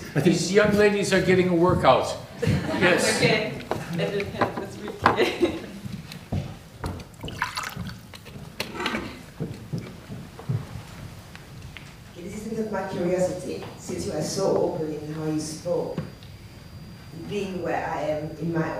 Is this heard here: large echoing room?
yes